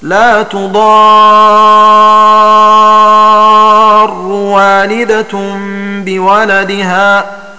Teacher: فقرأوا براء واحدة مشددة، وضم هذه الراء